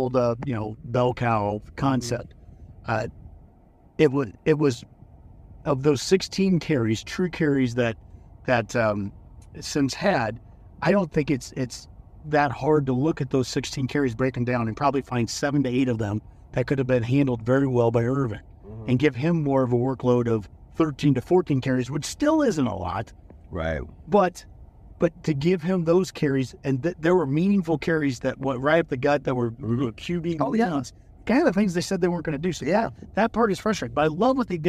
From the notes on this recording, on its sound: While driving home from Minnesota.